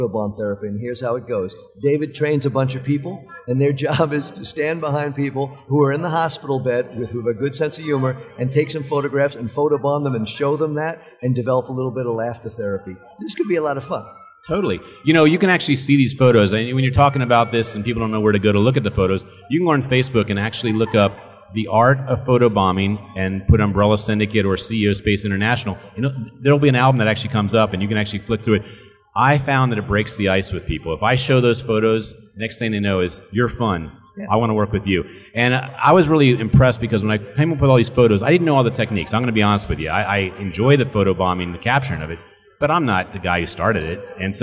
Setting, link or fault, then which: setting, busy venue